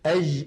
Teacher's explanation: نطق الجيم رخوة في بلاد الشام وفي بلاد المغرب · Term: جيم عامية